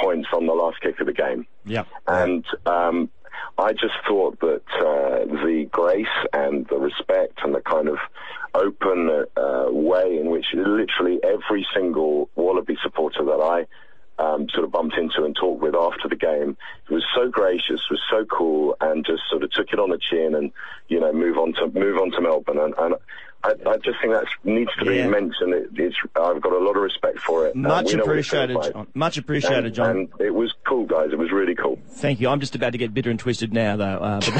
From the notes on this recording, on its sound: CALLERS: Lions supporters call